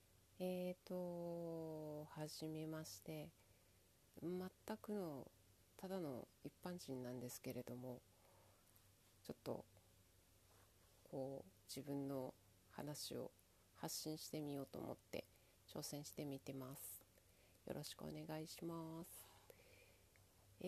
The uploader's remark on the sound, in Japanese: 音声かなり小さい